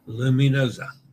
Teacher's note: the S between vowels is pronounced Z as in pizza or lasagna